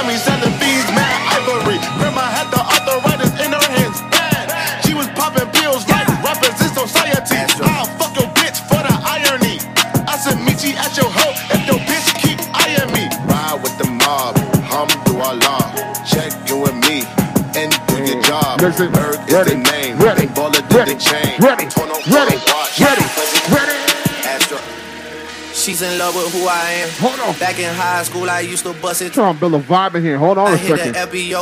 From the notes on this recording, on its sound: LIVE AUDIO RECORDING CLIP. INSIDE ZEN NIGHT CLUB HAMILTON ON MAY 21, 2022.